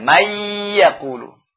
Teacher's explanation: Kalau ini idgham murni, ya. Enggak ada gunnahnya.